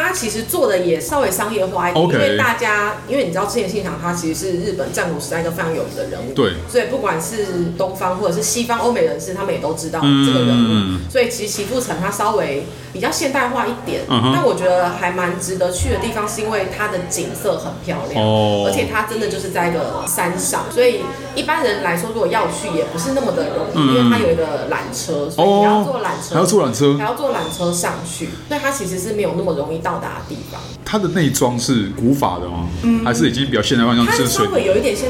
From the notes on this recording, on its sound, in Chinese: 本集白噪音指數：蚊風級 1/5。錄音地點： 齊客咖啡 The Gathering Cafe。